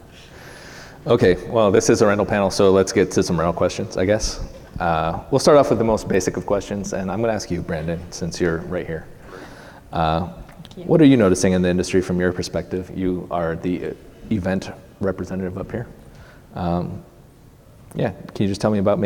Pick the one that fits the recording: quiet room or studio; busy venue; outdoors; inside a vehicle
busy venue